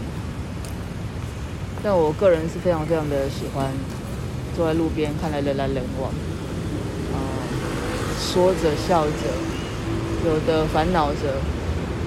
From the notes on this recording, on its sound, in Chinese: 我不過就是拿手機錄音你們就覺得奇怪!?路邊觀察。